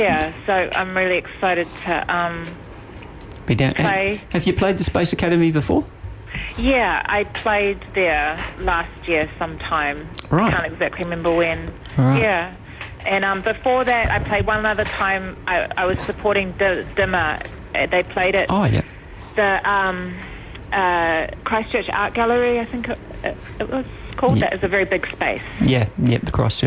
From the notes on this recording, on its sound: On the phone LIVE from Auckland